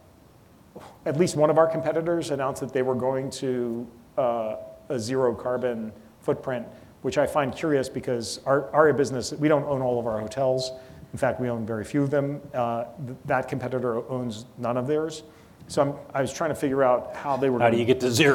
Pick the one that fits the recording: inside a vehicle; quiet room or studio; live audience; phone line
live audience